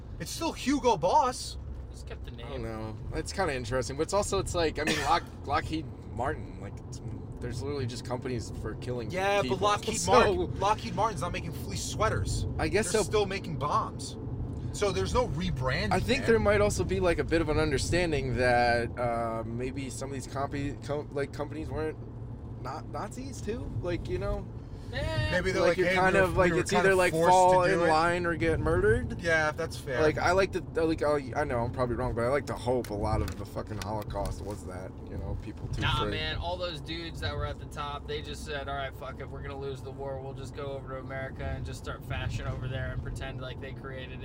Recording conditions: inside a vehicle